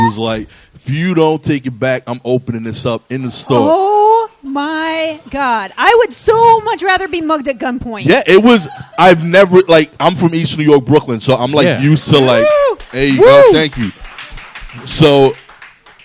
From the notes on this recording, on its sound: Live show monthly at KGB Bar in NYC.